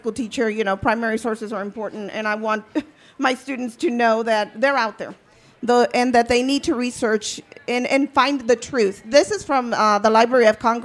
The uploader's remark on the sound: Part 2 of a panel from the 2017 Tucson Festival of Books from the Pima County.